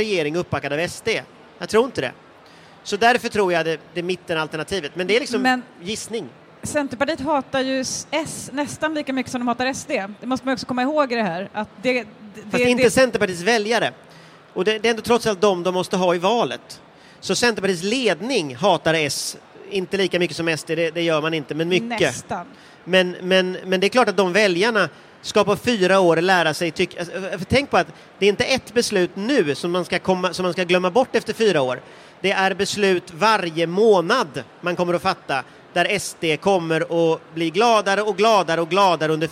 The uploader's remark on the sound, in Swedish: Live från Bokmässan. Inspelar inför publik på Bokmässan.